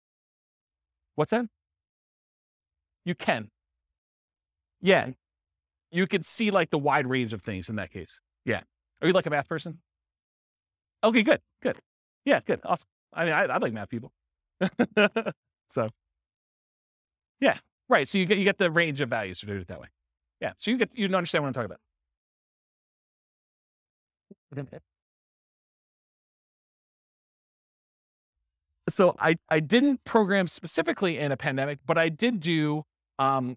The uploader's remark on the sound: This was a live class recorded